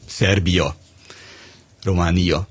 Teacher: minden olyan magánhangzó kapcsolódásnál, mint az államok neveinek a végén levő ia, Szerbia, Románia. Ott tulajdonképpen hallunk egy J-t